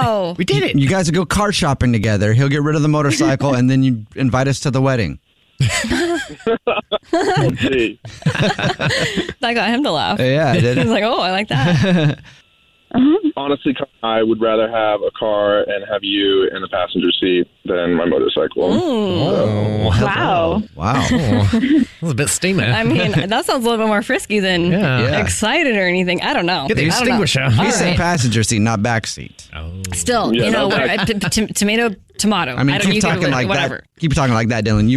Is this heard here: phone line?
yes